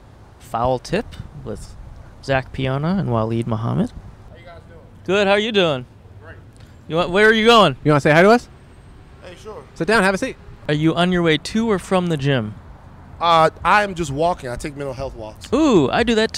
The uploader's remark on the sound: Recorded on 10/12/22 in front of Koontz Hardware in West Hollywood, CA.